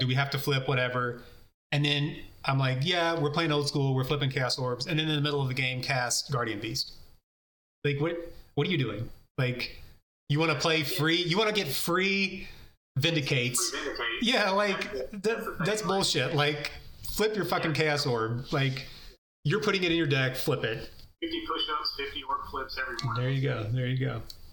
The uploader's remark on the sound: The audio quality is terrible